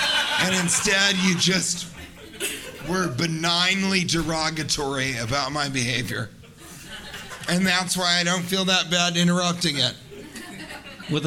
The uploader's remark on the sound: Recorded Live in San Diego.